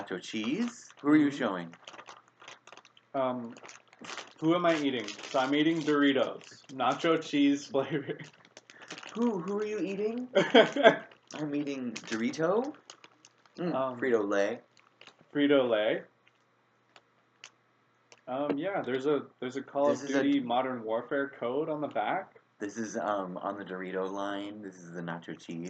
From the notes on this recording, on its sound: Numerous sound effects and music drops are deployed; proceed with caution. Apologies for any compromised audio. We're recording this one through a tiny laptop mic hole.